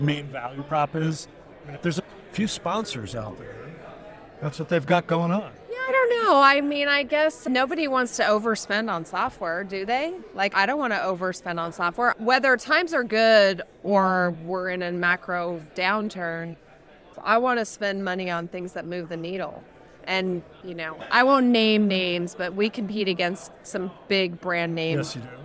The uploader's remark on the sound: Recorded live at the Ascent Conference in San Francisco.